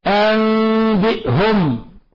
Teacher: هي عندك نون ساكنة جاء بعدها الباء في نفس الكلمة تقلب ميما مخفى · Term: القلب